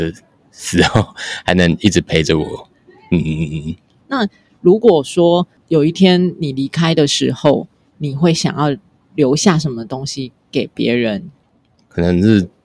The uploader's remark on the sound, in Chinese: 台北市大安區空總臺灣當代文化實驗場。現場搭帳篷邀請觀展民眾入內錄音的空總展場特別節目。